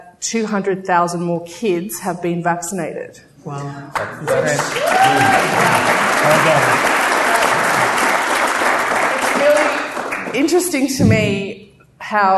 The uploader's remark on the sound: Live from CSICon 2017